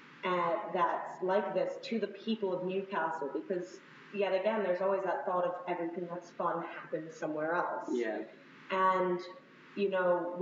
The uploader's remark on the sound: Another adventure in terrible audio.